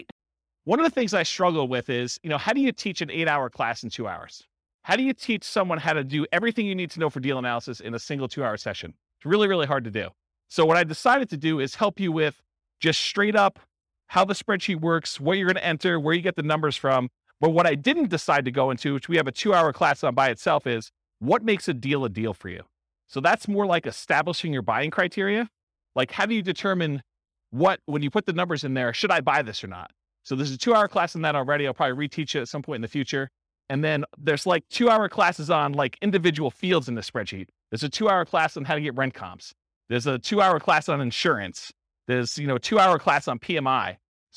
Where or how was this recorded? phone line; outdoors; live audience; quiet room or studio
live audience